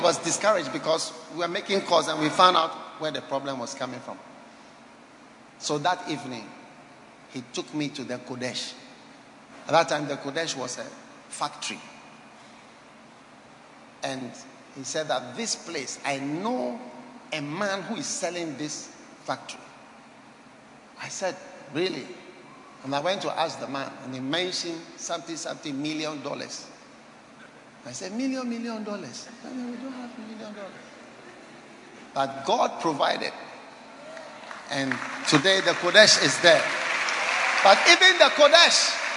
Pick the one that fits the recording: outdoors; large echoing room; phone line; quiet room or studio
large echoing room